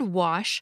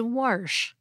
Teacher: some speakers of American English pronounce the word wash as warsh · Shown in: second take · This pronunciation is sometimes called the intrusive R, and like our recent episode on the pin-pen merger and caught-caught merger, this question has to do with dialects of American English.